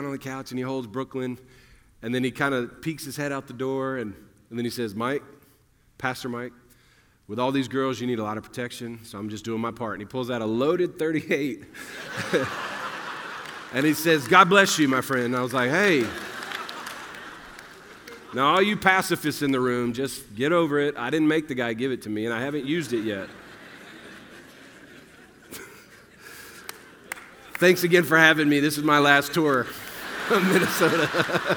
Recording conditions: live audience